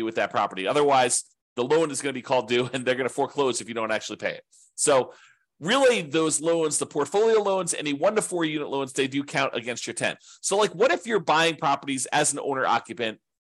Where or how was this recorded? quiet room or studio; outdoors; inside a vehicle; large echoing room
quiet room or studio